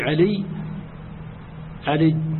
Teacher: وهي إبدالهم الياء المشددة جيما · Term: عجعجة قضاعة